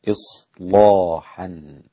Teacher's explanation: وتغليظ اللام للإمام ورش وانفرد بها إذا جاءت اللام بعد الصاد، وكانت الصاد ساكنة واللام مفتوحة